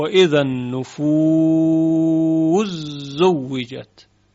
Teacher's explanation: ادغام سین در حرف زای، ز سین در زای در یک موضع فقط، سوره مبارکه تکویر.